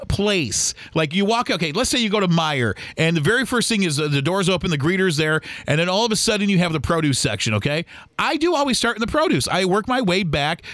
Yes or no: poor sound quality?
no